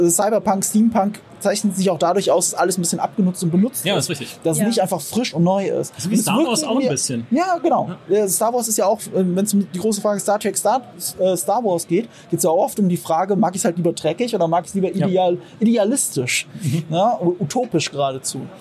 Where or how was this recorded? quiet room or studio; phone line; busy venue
busy venue